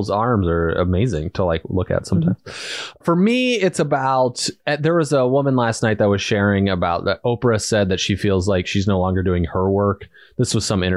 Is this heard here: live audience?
no